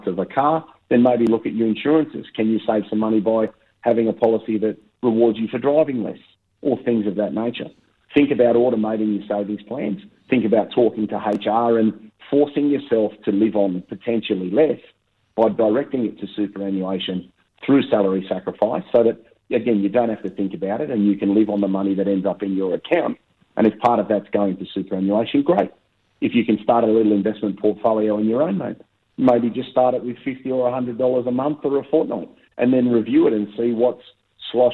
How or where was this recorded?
phone line